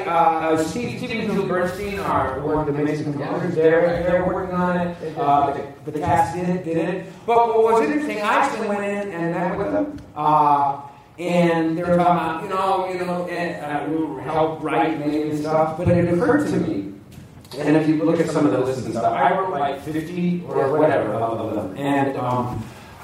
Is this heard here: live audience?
yes